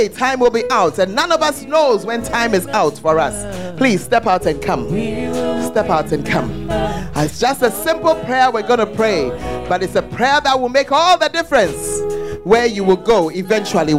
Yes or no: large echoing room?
yes